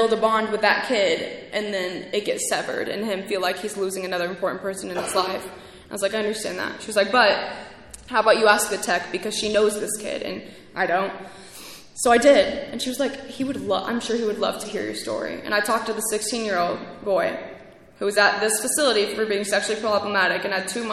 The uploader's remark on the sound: speaking at ARVANA convention 3/2023